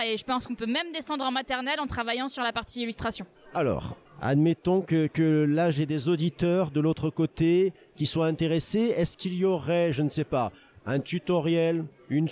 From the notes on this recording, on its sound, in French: Un expresso d’Educatech Expo 3. Retrouvez ce troisième épisode enregistré à Educatech Expo.